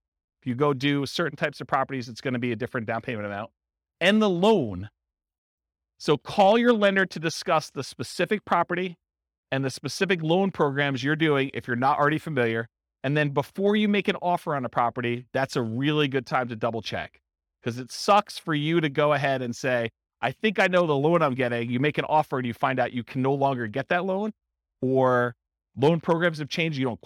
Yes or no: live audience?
yes